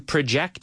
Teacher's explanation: if you stress it over the second syllable, project, you mean, in other word, the verb